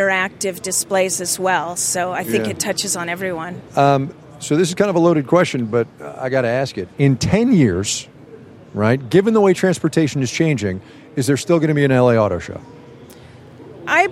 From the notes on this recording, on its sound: She talked with us from the show floor.